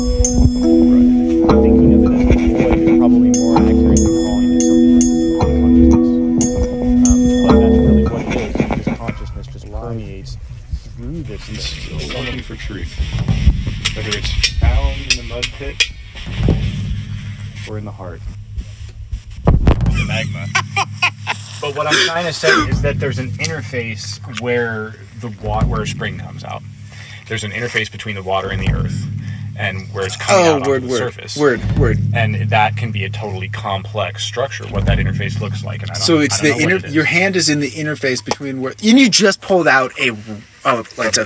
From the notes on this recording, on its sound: A field recording investigating the void inside a mountain spring. We also check out the pump house, sit by the solar panel power station and walk by bobs mill.